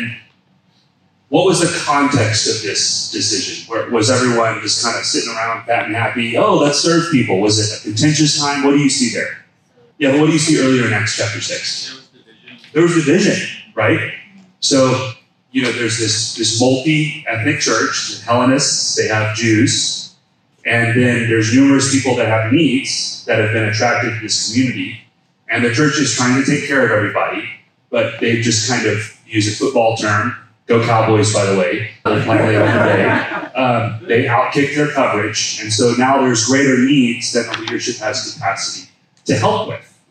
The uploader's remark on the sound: We share a seminar recording